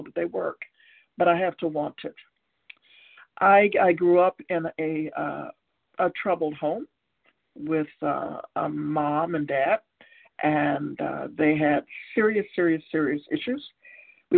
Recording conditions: phone line